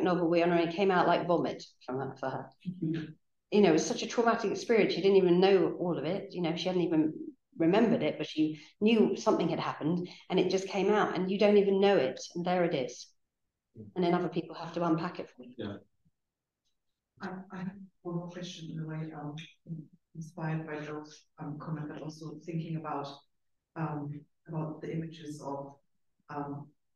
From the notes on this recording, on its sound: Lecture recorded at Senate House, Malet St, London WC1E 7HU